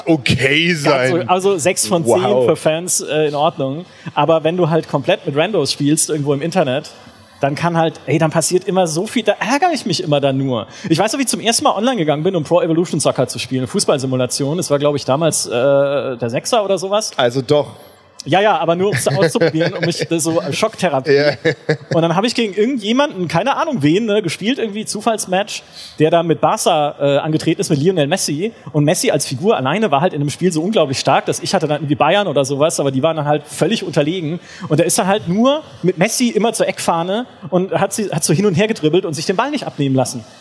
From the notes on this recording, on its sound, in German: Aber heute wollen wir diesen Streit ein für alle Mal beilegen - auf der CAGGTUS in Leipzig, live und in Farbe.